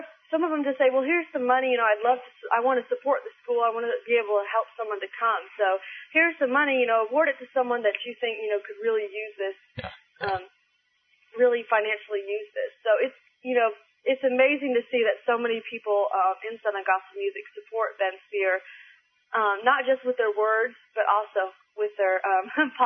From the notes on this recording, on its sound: She called in to report on what has happened thus far.